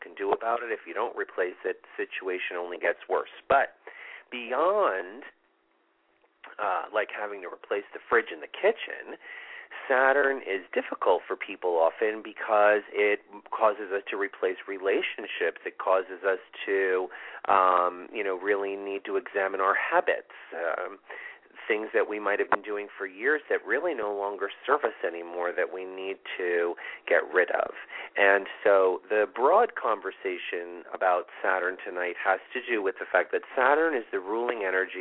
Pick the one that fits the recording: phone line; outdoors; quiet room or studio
phone line